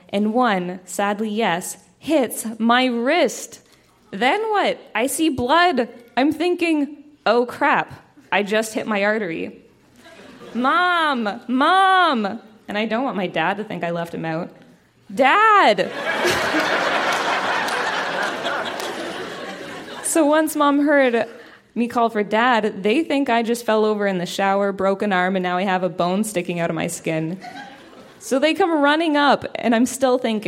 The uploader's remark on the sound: Recorded live at The Royal Cinema in Toronto.